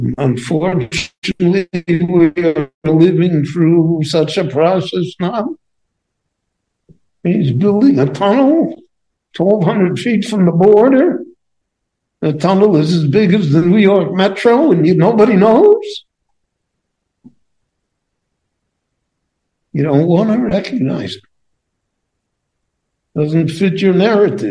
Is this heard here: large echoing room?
yes